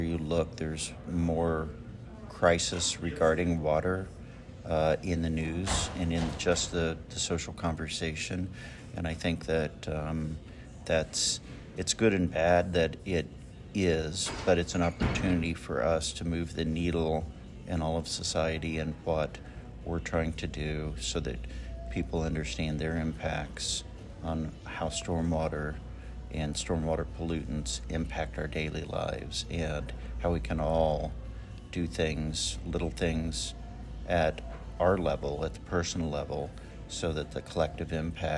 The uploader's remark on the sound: We catch up with incredible professionals at the annual Indiana Association of Floodplain and Stormwater Management (INAFSM) conference. In these quick and candid interviews.